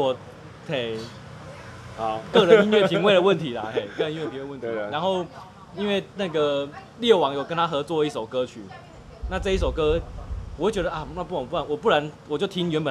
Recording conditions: busy venue